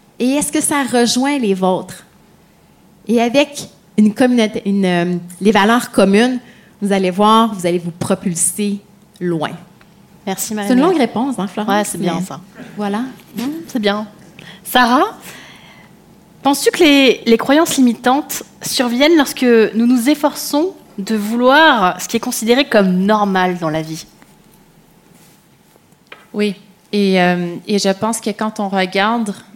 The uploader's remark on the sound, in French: Bienvenue dans le podcast live "Osez vous propulser : l'audace au féminin" enregistré dans le magnifique théâtre de la Tour Eiffel !